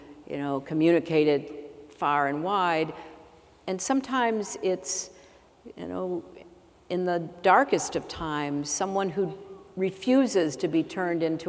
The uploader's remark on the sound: addresses a sold-out, raucous crowd at The Paramount Theatre